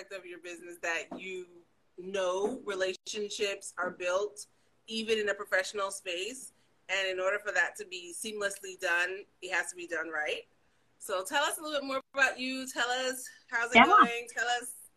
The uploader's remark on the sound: on Sit and Spill on Instagram Live